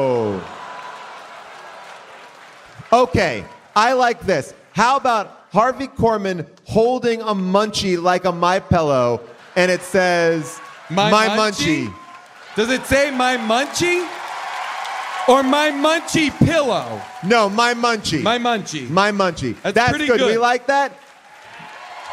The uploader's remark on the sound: LIVE from the Warner Theatre in D.C. The audience Q&A.